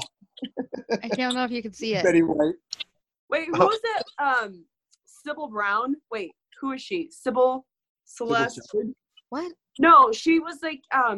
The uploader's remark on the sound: You can hear it happen in real-time during our Zoom episode with the guys from JOKR.